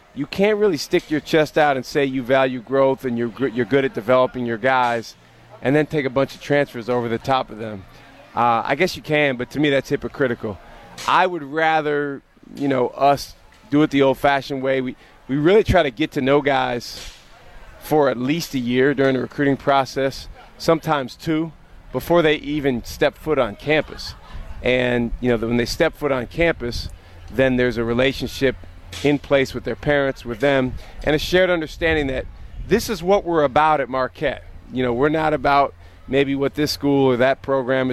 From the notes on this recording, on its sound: LIVE at the Marquette Block Party on Central Campus